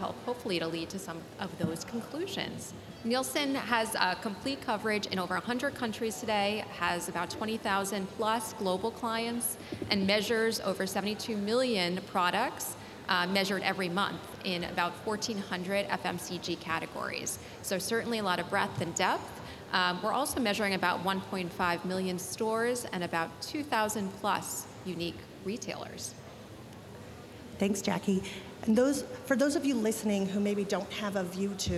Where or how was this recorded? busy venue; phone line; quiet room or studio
busy venue